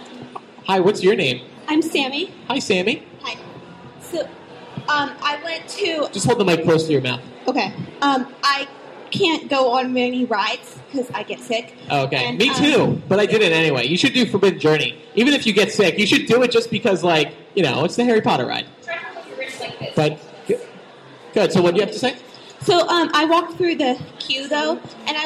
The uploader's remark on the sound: LIVE From Infinitus 2010 and The Wizarding World. The MuggleCasters are in Orlando to podcast in front of a live audience! The second is live from within the Wizarding World of Harry Potter theme park!